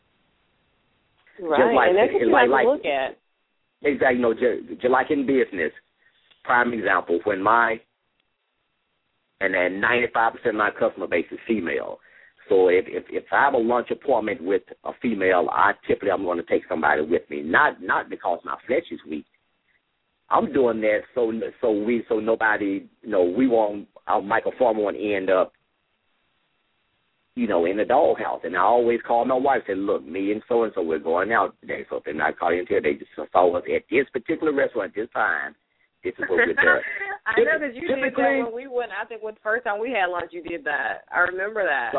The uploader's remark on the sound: LML uses a progressive live call in format.